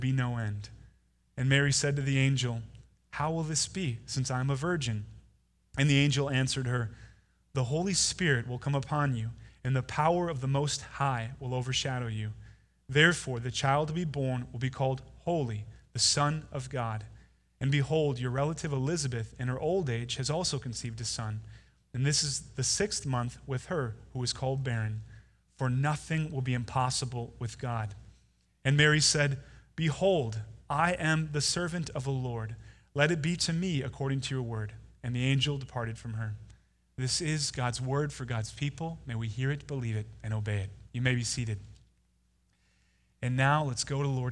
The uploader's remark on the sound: Delivered Sunday, November 17, 2019 at Woodridge Community Church (New Berlin, WI).